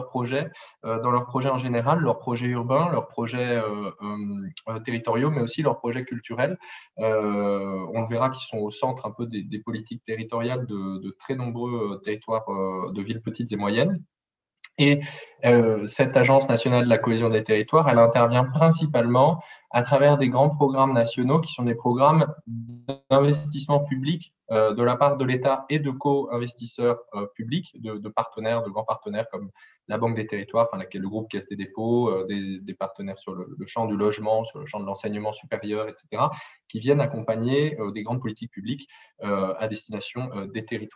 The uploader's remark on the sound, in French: Enregistré sur zoom